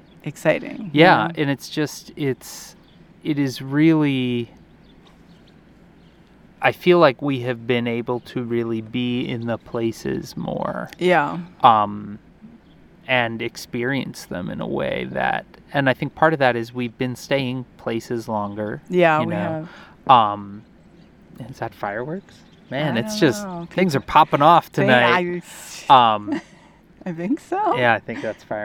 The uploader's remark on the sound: Sitting outside on their last night in Carlsbad, New Mexico. Listen to the final bird calls in Carlsbad.